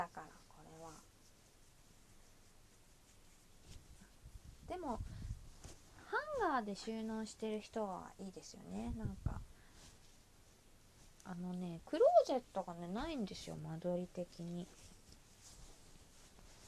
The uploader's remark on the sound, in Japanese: 洗濯物を畳みながら配信～ 夜中！！！！ハンガーの雑音、失礼致しました。